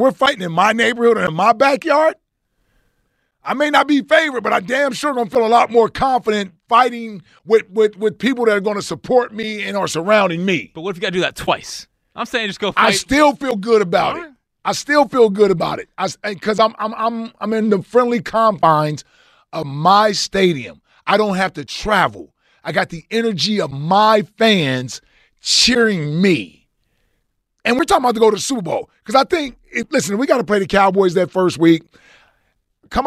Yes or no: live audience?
no